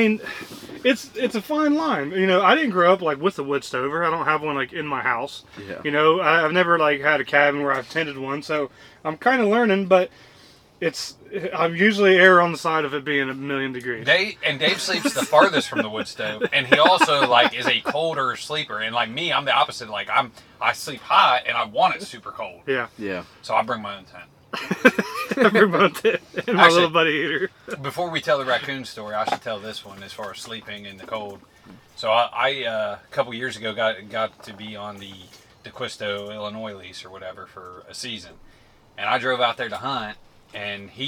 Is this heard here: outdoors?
yes